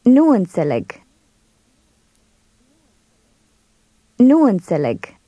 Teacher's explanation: Notice how the two N sounds in that phrase tend to run together.